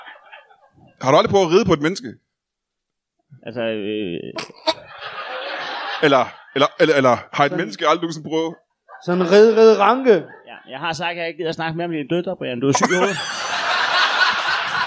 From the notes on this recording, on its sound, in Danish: LIVE fra Ramsømagle. Endelig tilbage i Ramsømagle foran et levende publikum.